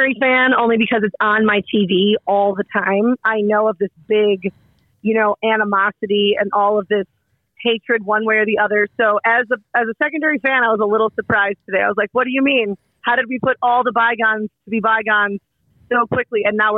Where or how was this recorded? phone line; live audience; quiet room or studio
phone line